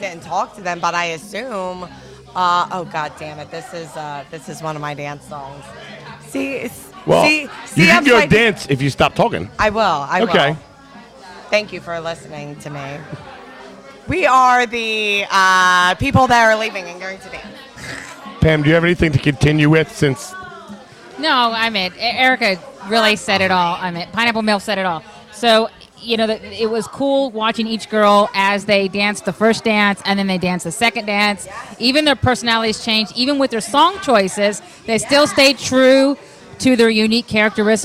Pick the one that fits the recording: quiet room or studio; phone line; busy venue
busy venue